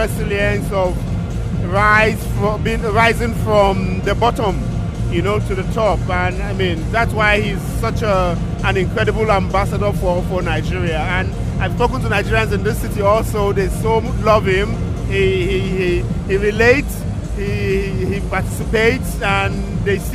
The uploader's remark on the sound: Stadio Maradona Interviews with Nigerian and Argentinian journalists in the Tribuna Stampa. Stadium ambience.